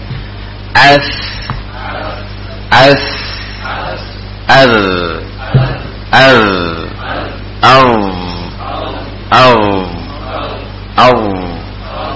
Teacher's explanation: tarful lisan, dari arah punggungnya dengan ujung dua gigi seri atas. Taraf dengan dua ujung gigi seri atas, keluar dari situ tiga huruf juga.